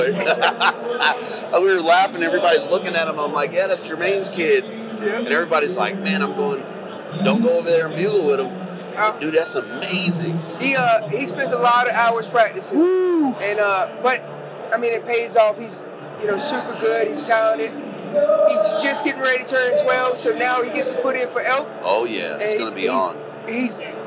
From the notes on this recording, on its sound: The Wapiti Wednesday edition live from Western Hunting and Conservation Expo in Salt Lake continues from the Initial Ascent booth!